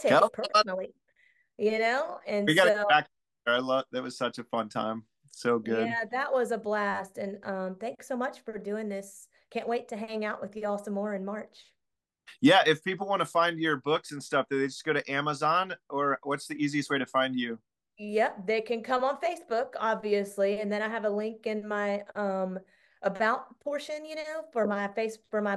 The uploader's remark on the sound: Zoom call